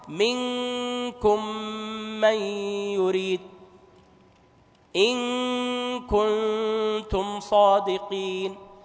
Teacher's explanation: يكون فيه ارتفاع لأنك متهيئ لنطق الكاف من أقصى اللسان، فيكون فيه أيضا حصر للهواء وتصعيده للغنة، فيكون وضوح النطق بالغنة واضح جدا.